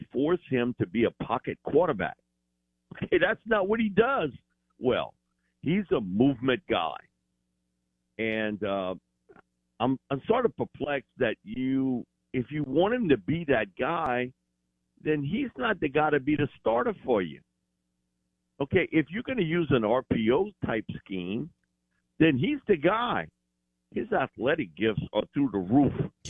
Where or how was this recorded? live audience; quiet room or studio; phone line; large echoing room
phone line